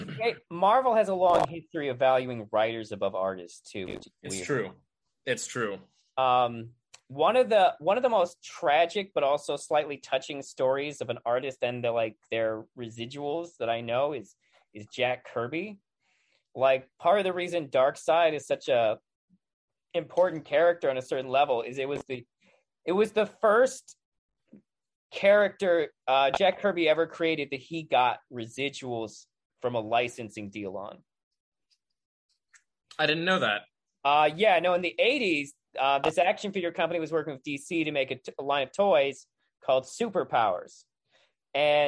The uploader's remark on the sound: We had a bad connection and there are some audio issues